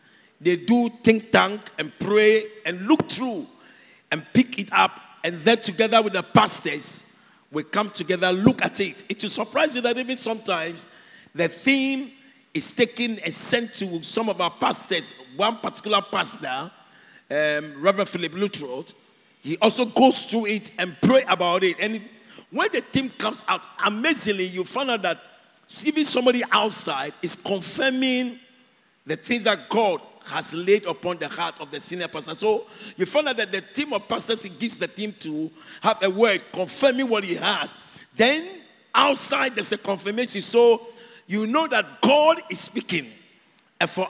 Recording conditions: large echoing room